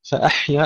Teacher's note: تسكين الحاء مع الهمس